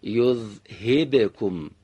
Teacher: حرف با رو دقت داشته باشید، هم قطع صدا داره هم آشکار شدن بعد از قطع صدا. باید بگیم یذهبکم، رهاش کنید.